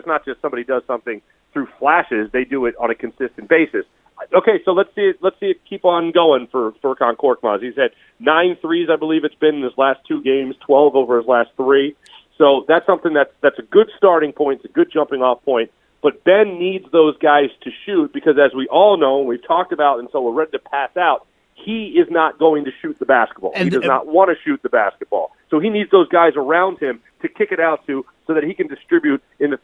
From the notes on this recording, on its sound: joins the show on the CSB studio phone line today